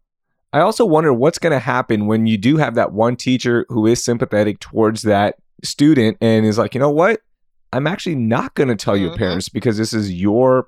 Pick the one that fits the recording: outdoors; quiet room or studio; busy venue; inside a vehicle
quiet room or studio